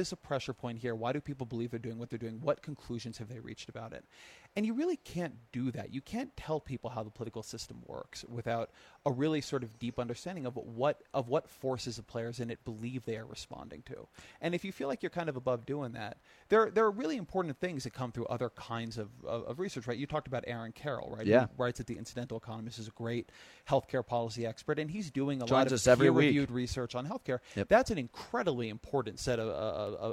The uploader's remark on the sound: On location at the 2013 Aspen Ideas Festival